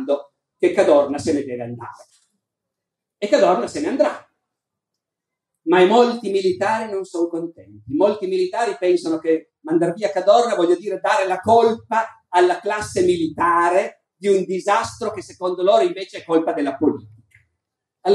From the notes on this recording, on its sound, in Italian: Moby Dick Festival, 2018. Al Moby Dick Festival 2018 di Terranuova Bracciolini.